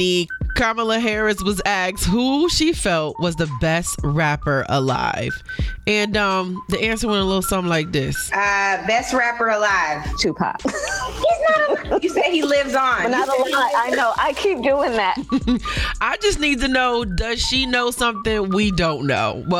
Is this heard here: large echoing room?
no